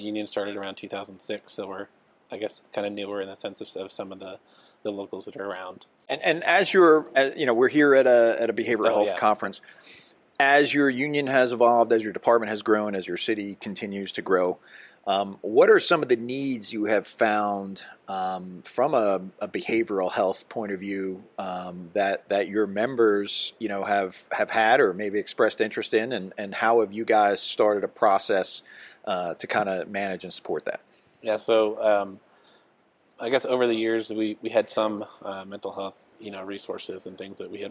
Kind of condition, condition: setting, busy venue